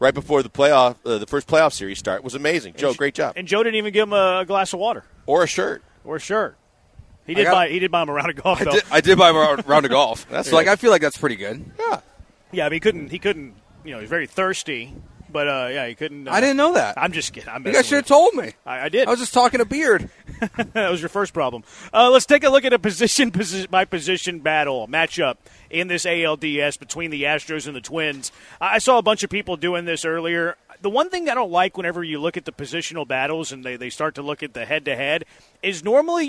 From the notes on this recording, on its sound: Live from East River 9